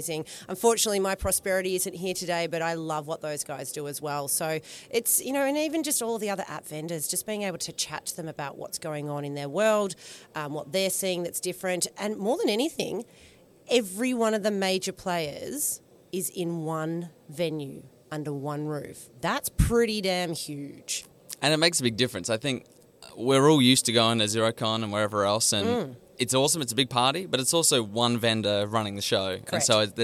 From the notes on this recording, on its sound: Live from Accountex 2023. At Accountex Australia!